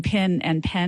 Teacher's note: I might start saying pin and pen more alike